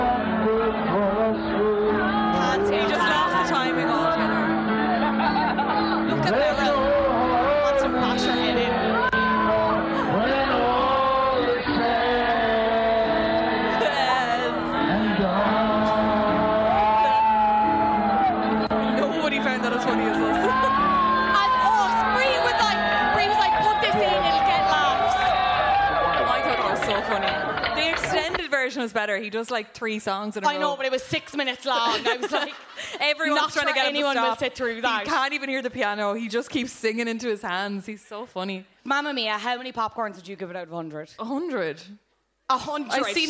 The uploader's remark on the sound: Live from Cyprus Avenue